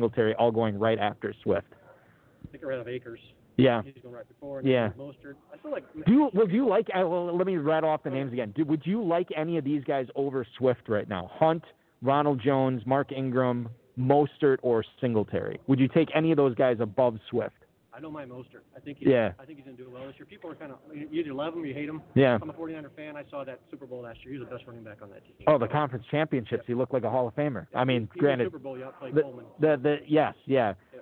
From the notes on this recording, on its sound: Live at the 2020 Kentucky Fantasy Football State Championship (KFFSC). Broadcasting from just outside Louisville in the Kentucky Fantasy Football State Championship.